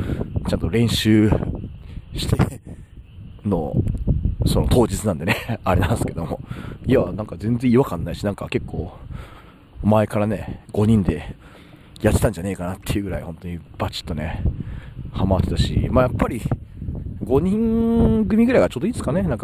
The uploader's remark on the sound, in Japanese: 今回は収録時風がめちゃくちゃ入り込んでしまい聞きづらいです。